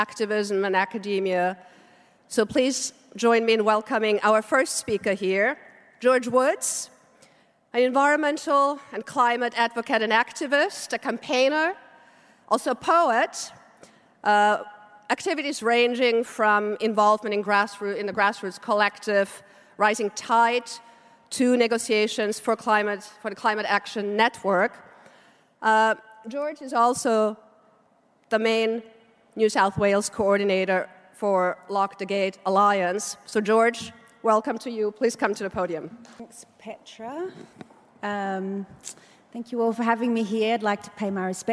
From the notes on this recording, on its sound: From the 'Environmental Justice 2017' Conference, held at the University of Sydney.